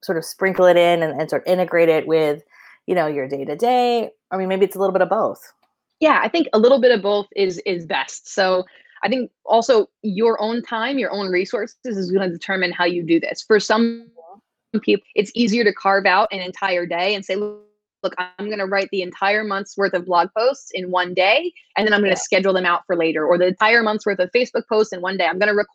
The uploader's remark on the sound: This podcast is a recording of our interview on Facebook Live.